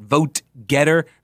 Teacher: It backs up the T sound right up against the G sound